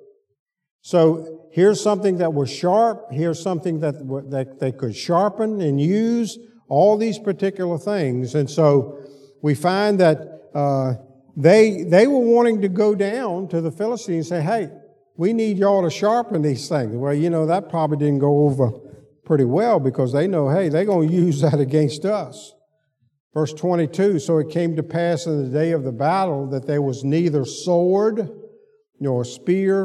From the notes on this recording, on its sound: Sunday school lecture